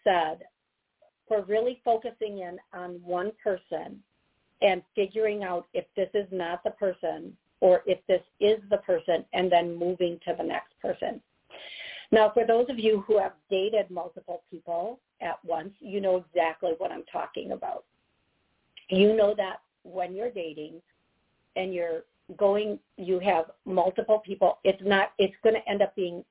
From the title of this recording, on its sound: Live Call